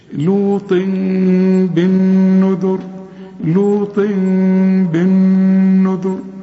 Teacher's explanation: اخفي الميم وغنها، يبقى انفراك في الشفايف · Term: إقلاب